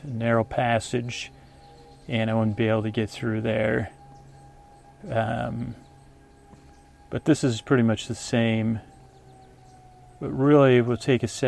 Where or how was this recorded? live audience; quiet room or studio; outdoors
outdoors